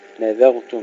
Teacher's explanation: ترقيق الذال وتفخيم الراء